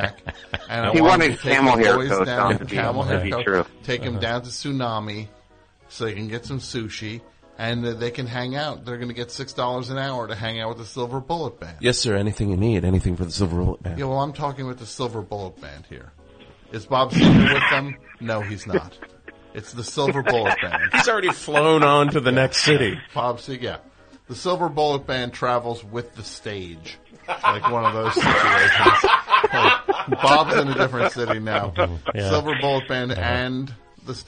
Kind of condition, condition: link, phone line